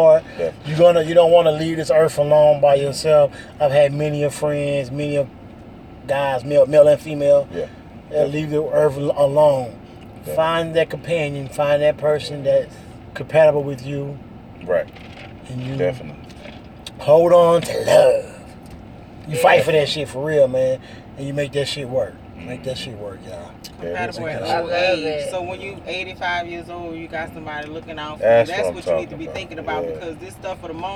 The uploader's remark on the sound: In The Truck